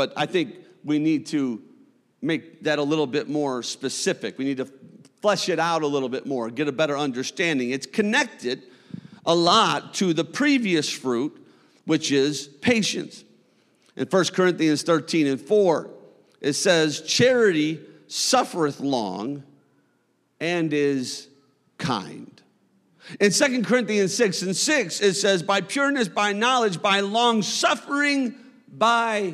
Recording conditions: large echoing room